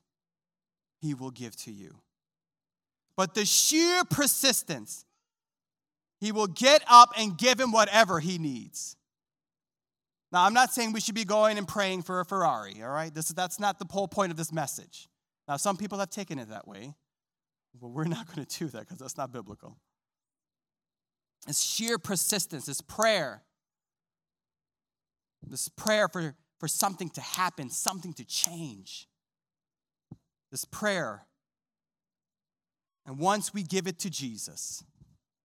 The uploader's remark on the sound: This sermon was recorded live on Sunday, October 3rd, 2021 at Newark United Pentecostal Church.